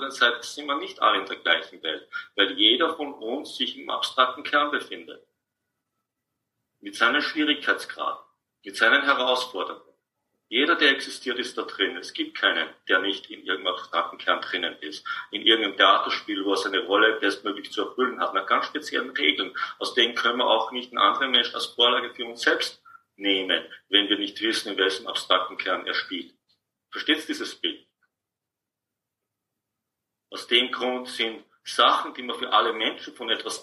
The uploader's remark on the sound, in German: Dies ist ein Mitschnitt aus einem Online Seminar.